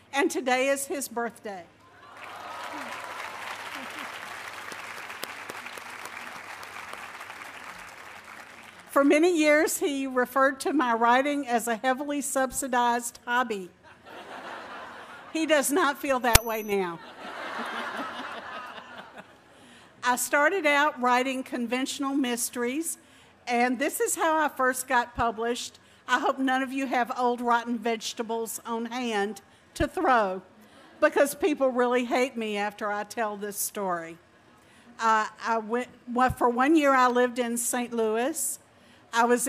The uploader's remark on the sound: at the 2012 Library of Congress National Book Festival